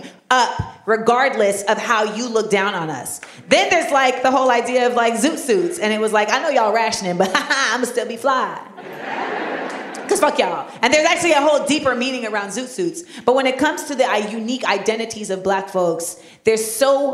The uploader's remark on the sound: LIVE at the Kennedy Center. This week we take you to the Kennedy Center in Washington DC for a live recording of Small Doses.